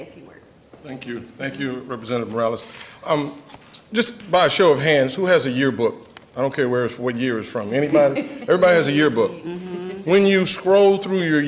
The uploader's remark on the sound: a press conference on March 8th at the Texas State Capitol